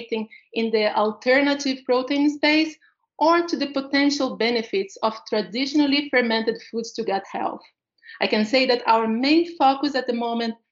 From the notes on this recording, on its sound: a panel discussion as part of our Vitafoods insights virtual expo